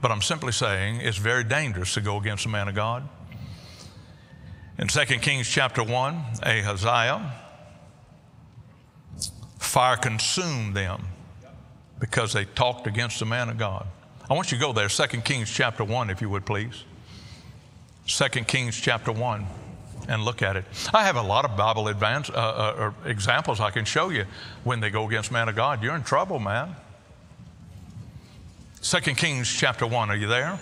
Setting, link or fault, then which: setting, large echoing room